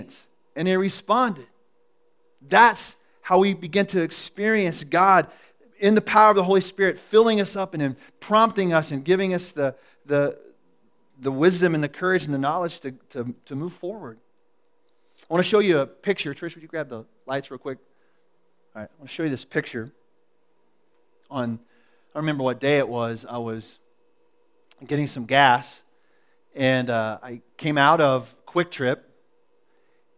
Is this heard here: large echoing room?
yes